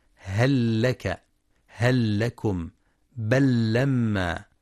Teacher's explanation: فتدغم في اللام للتماثل